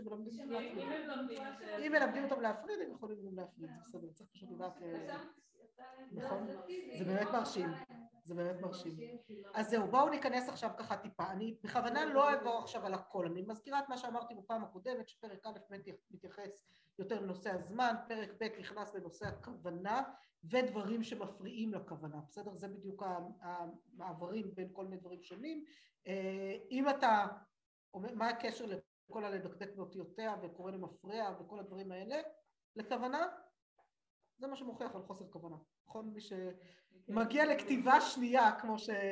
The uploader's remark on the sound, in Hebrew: השיעור הוקלט באמצעות תוכנת הזום